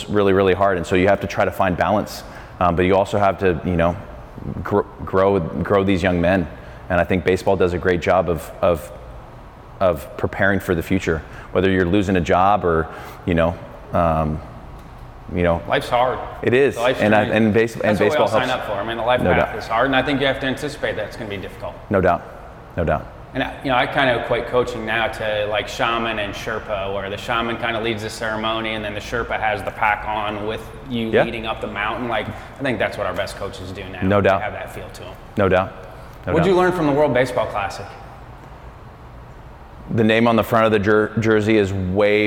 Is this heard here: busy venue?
yes